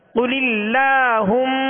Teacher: پڑھیں گے قل اللہم خوف کو پر پڑھیں گے قل اللہم میم پر کیا کریں گے غنہ کریں گے اس لیے کہ میم مشدد ہے